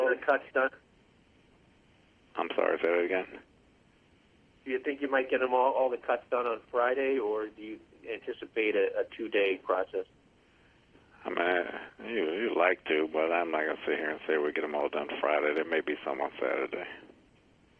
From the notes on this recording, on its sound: Conference Call. Jets HC Addresses the Media.